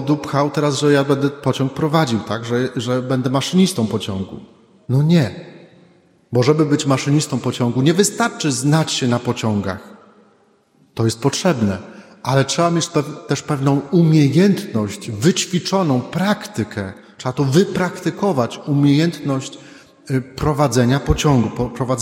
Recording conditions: large echoing room